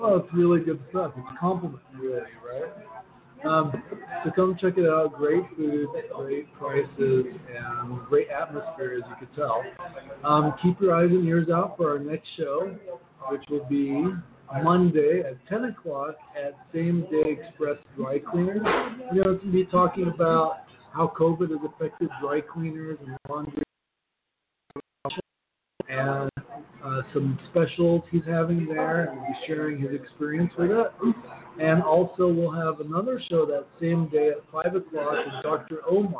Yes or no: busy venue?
yes